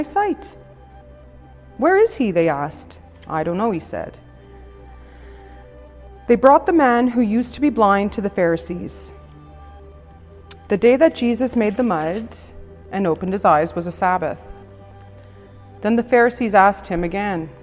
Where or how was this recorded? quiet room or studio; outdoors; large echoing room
large echoing room